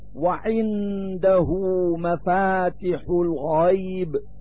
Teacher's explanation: فحركة الهاء من كلمة عنده تمد لفظا